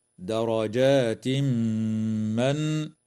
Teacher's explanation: يدغم التنوين في الميم مع الغنة في قوله تعالى: درجات من